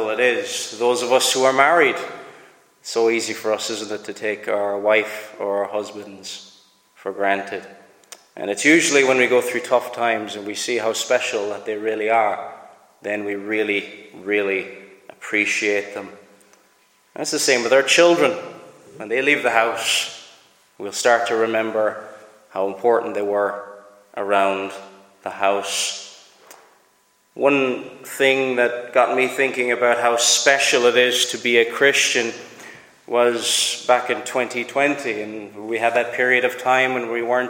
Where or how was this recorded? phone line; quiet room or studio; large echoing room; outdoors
large echoing room